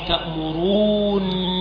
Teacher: إسكان النون الأولى نون الرفع وإدغامها في الثانية، فحينئذ تصير نونا مشددة